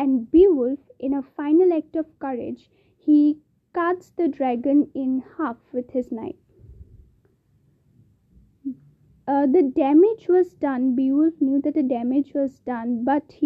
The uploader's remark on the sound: Ignore the voice cracks and the background sound.